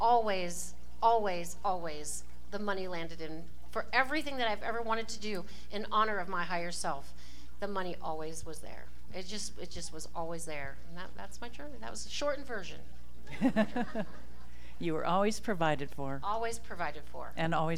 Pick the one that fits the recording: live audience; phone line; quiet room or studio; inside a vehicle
live audience